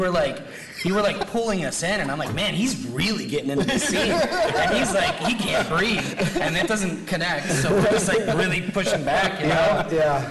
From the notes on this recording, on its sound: LIVE from SDCC 2023. We are coming to you LIVE from San Diego Comic-Con!